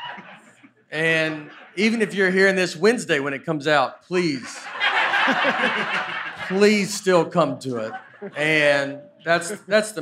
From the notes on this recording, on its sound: LIVE at Zanies. The guys discuss the Earth in front of a live audience at Zanies Comedy Club.